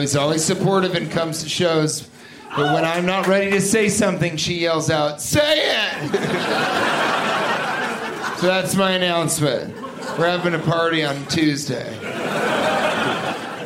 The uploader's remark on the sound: Live from Comedy Works in Denver, CO.